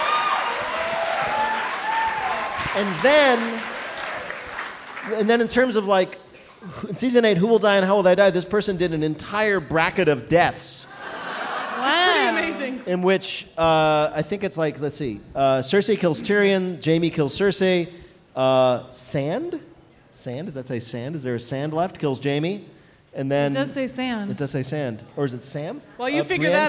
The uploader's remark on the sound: GoT 7.8: Live Season 7 Recap Party. About 400 wildlings met up in Chicago’s Lincoln Square for one last recap of Season 7. This episode was recorded in front of a live audience at the DANK House.